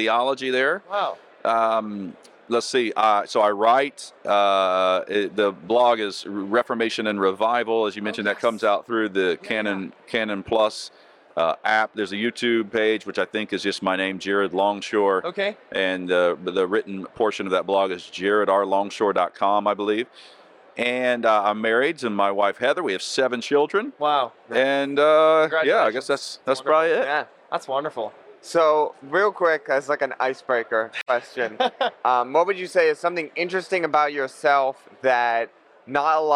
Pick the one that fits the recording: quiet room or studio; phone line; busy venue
busy venue